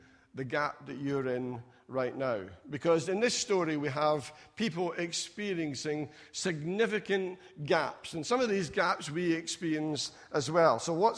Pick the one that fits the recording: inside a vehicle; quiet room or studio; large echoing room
large echoing room